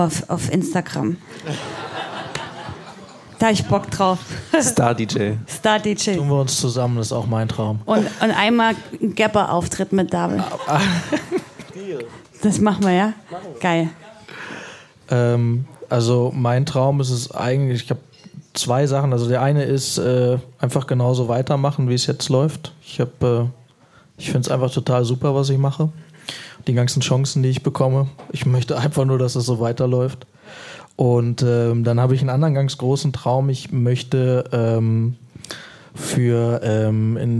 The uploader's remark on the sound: Live im Blitz.